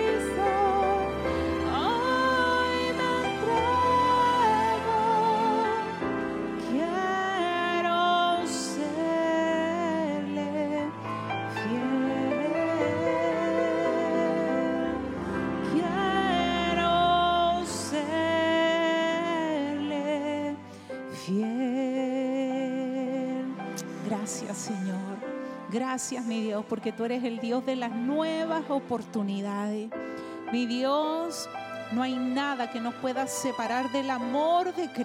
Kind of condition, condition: setting, large echoing room